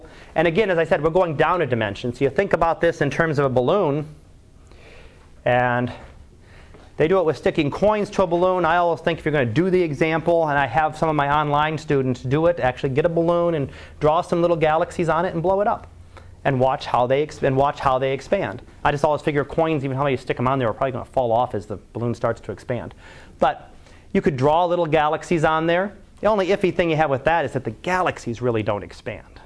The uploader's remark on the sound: Live Class Lecture